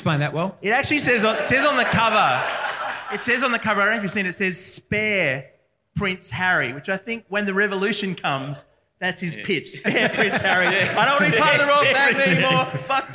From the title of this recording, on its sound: LIVE at Grapes of Mirth